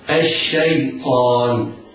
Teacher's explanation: إذا تنطق همزة الوصل وينطق بعدها شين مشددة